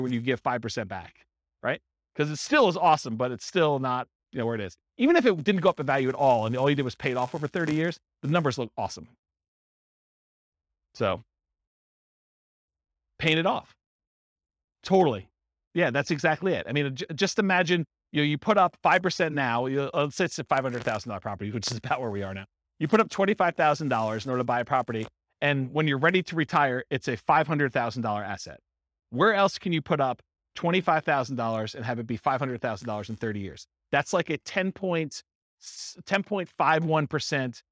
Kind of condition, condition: setting, live audience